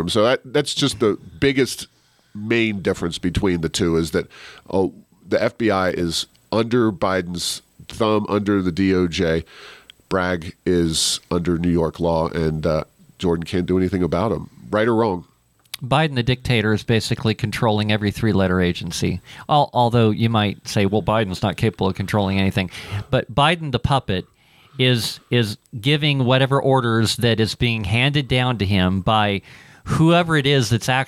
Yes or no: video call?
no